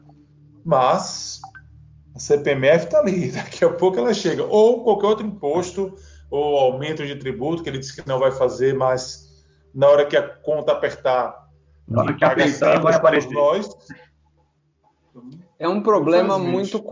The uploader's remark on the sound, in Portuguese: PodCast gravado via videoconferência